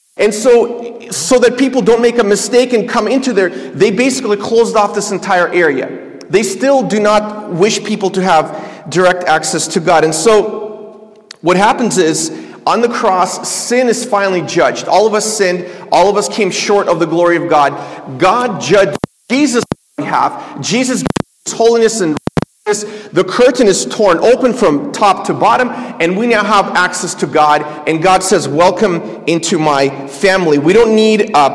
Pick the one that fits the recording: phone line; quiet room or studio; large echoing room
large echoing room